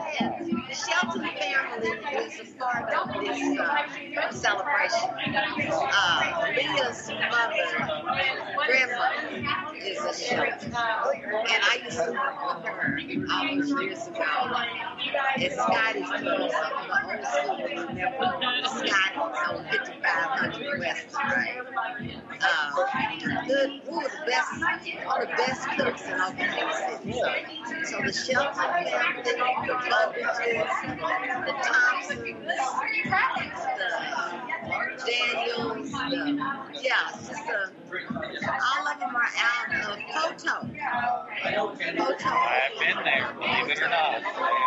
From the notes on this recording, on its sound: Live at Tink's Spot Dispensary. It's a little noisy in there.